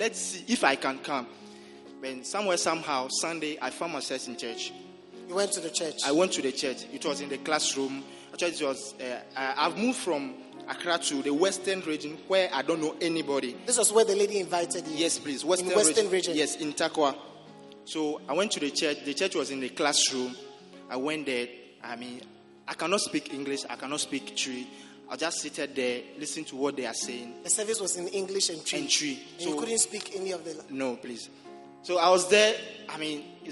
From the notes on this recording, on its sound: Preached at the Prophetic Encounter Service.